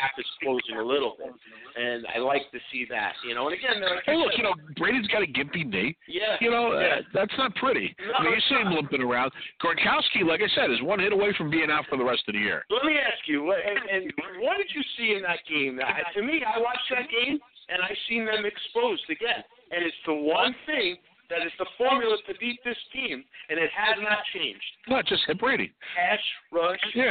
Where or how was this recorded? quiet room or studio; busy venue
busy venue